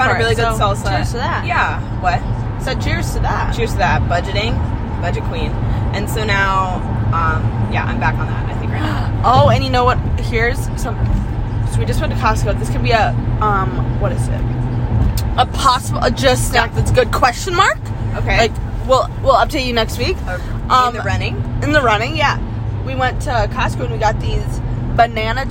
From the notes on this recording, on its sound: On a random Sunday in March, during our weekly drive back to campus on 394, your two JSTG sisters decided to record their conversation.